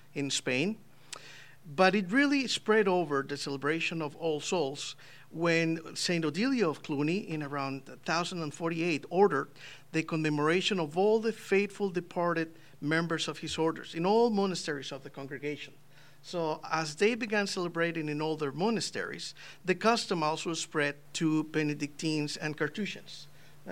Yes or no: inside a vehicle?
no